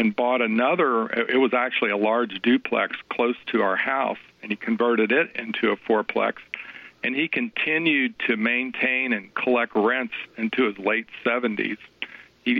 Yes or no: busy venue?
no